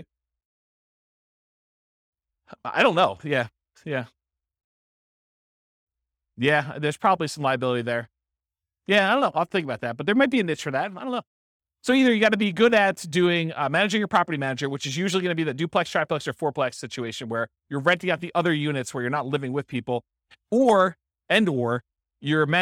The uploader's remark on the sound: This was a live class recorded